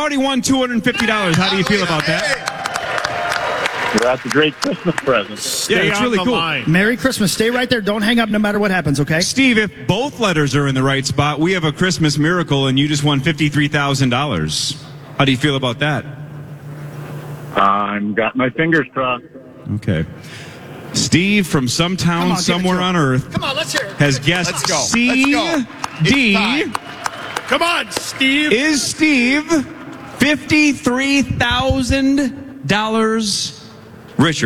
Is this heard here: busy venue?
yes